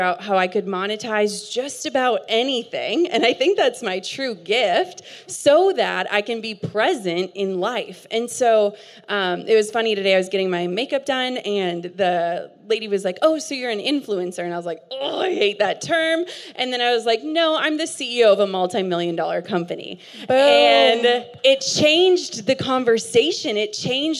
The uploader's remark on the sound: hosted a fireside chat at our Aerie REALtreat event